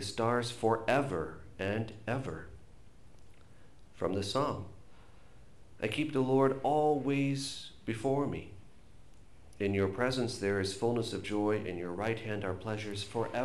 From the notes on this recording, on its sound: This is a recorded homily